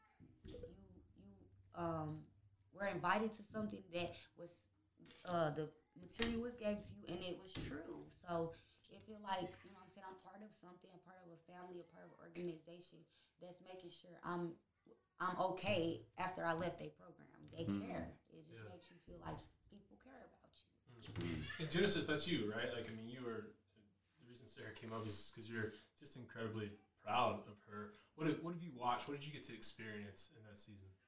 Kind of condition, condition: fault, sounds in the background